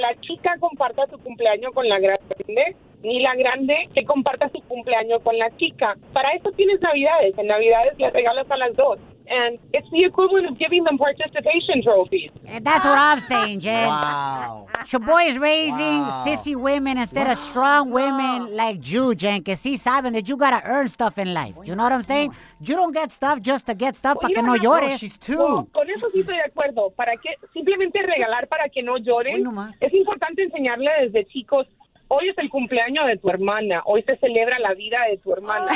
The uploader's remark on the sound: We opened up the phone lines.